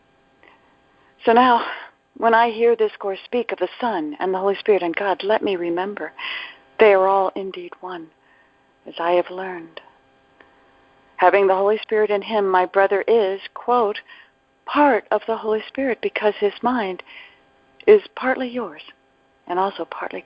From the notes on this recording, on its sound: ACIM Daily Conference Call